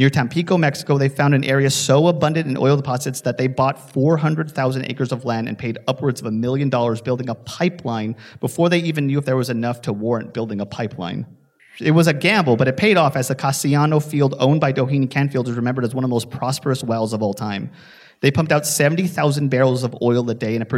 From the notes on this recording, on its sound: Live From the Heritage Square Museum. As a special bonus this month here is the audio from our live show.